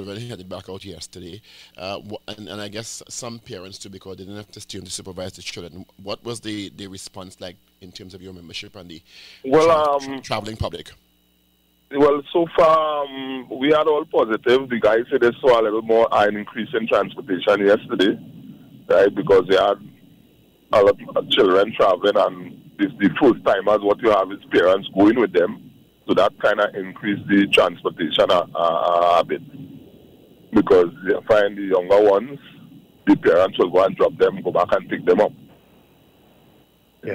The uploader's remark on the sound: ON PHONE